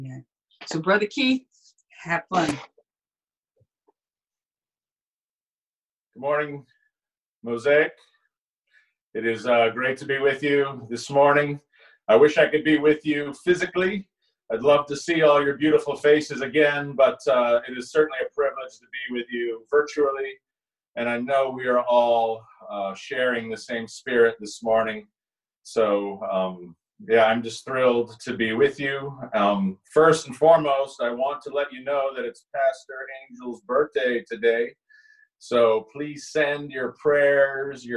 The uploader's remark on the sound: Our Zoom streamed Sunday Service!